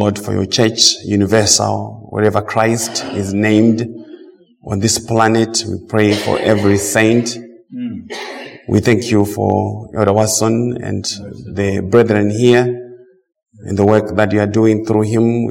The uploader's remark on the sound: Preached at Mt Zion Missionary Baptist church, TN.